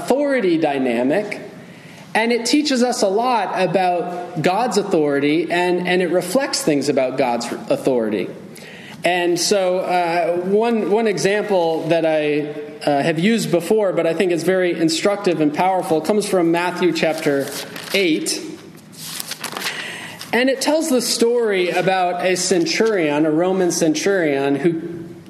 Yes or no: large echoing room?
yes